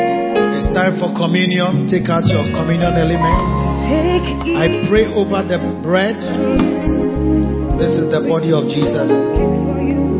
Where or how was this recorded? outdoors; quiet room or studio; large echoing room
large echoing room